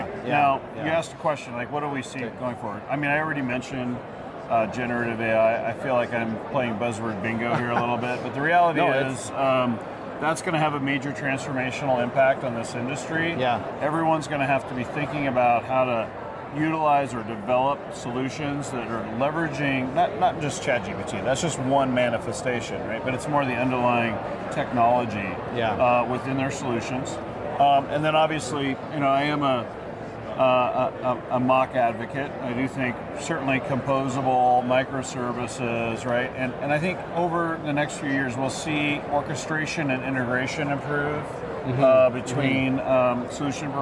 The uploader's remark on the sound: hits the floor at Shoptalk , one of the largest commerce conferences in North America